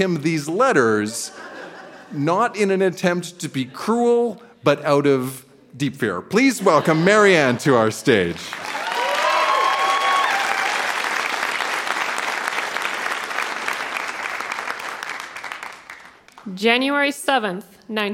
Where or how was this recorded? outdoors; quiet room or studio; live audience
live audience